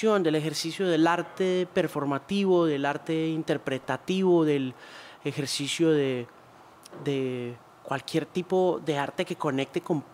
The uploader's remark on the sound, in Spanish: Durante el Festival Internacional de Cine de Cartagena de Indias , en medio de la brisa , el sol y la alucinante arquitectura de la ciudad amurallada.